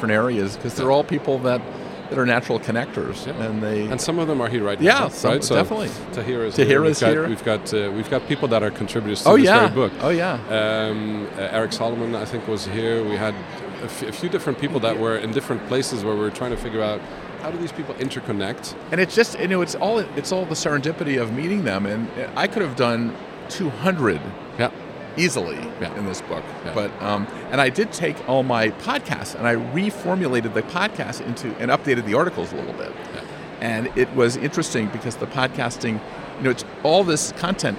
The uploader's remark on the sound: Live from buzzing and immersive IMEX 2023 in Las Vegas, USA